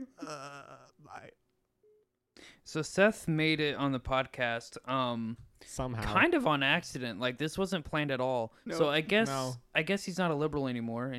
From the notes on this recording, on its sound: crashes the party by phone